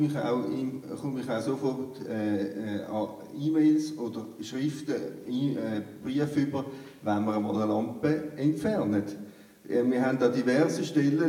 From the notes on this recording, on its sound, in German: Oktober fand im Reformierten Kirchgemeindehaus Veltheim die Veltemer Landsgemeinde 2021 statt. Im zweiten Teil den Fragen aus dem Publikum.